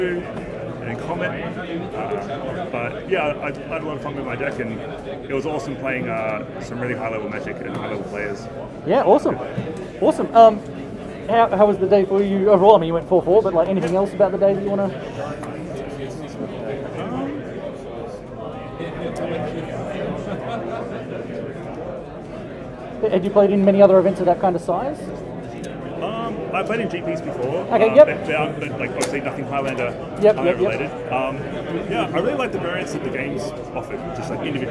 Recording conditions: background noise